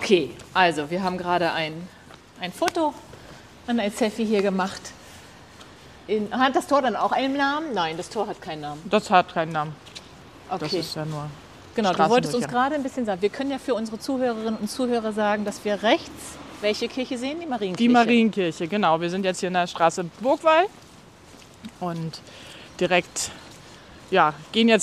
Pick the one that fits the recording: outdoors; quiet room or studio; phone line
outdoors